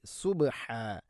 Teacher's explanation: സുബ്ഹാ, ബാഇനെ ഖൽഖല ചെയ്യണം